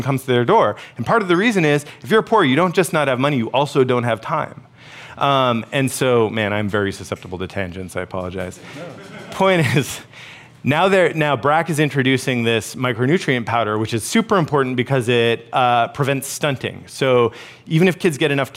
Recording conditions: busy venue